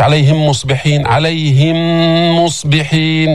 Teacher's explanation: بدك توقف حركتين تجيب الغنة من الخيشوم